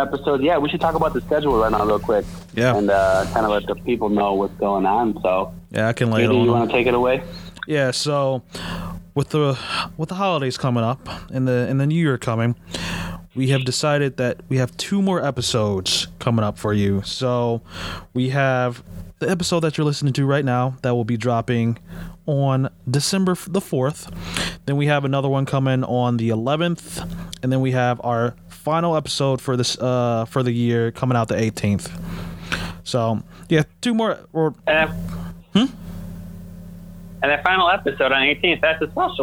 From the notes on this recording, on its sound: call in while on the road